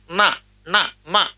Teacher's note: నా మా ఇవి అనునాసికములు, ముక్కుతో పలుకుతాం